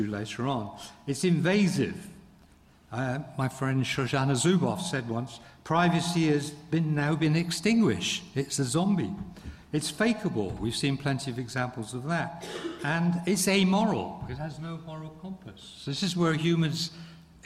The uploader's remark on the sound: In this public event